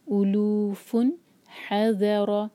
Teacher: نیکسٹ ہے اولو فن حذر، او ایک حرکہ، لو دو حرکہ اور فن پر اظہار، نون کی آواز کو کلیئر پڑھنا ہے. اولوفن حذر، حلق سے ح اور پھر ذال، یہ زا نہیں ہے، ذال، حذر، را ہیوی.